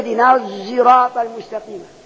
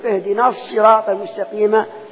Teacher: خلف عن همزة يشمم الصاد أينما أتت إلى آخر القرآن يخلطها بصوت الزاي · Shown in: first take